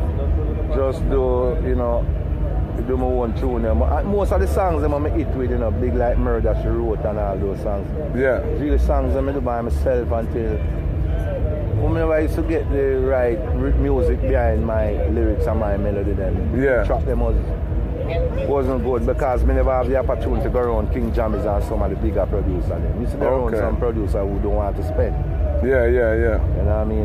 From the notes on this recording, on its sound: caught up backstage at Boomtown Festival earlier this year